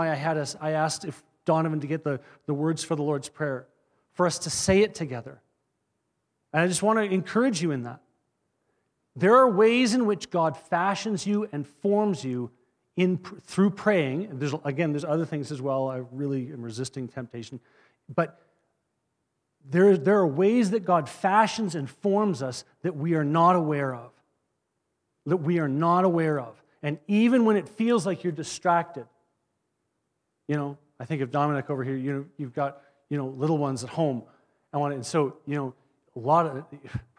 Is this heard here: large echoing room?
yes